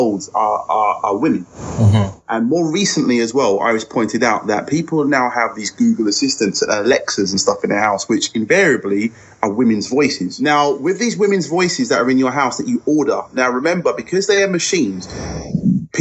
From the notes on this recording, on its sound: SORRY FOR THE BAD SOUND.... We had a major microphone fail.